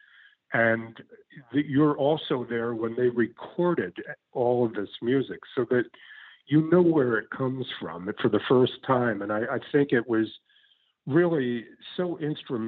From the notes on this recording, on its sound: via internet phone